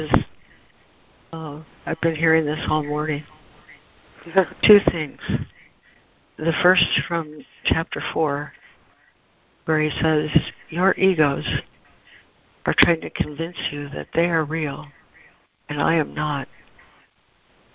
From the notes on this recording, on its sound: ACIM Daily Conference Call.